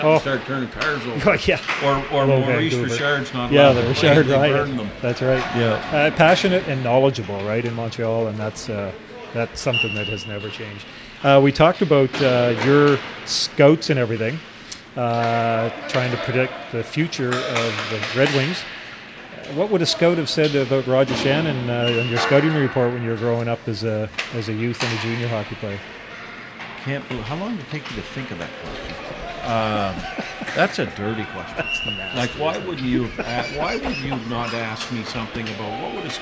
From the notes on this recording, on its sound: Take the studio on the road to the Grant Harvey Centre.